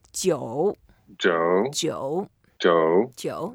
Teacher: 酒 is the third tone. So we go down a little bit and then go up.